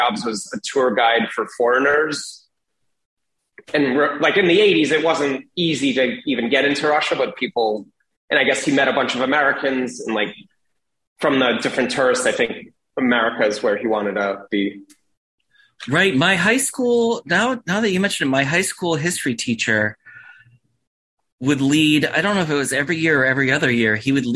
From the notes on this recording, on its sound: joined me over Zoom